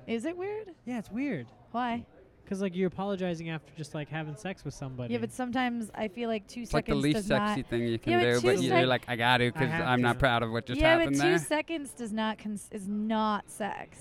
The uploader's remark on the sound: A fun episode recorded at The Comedy Store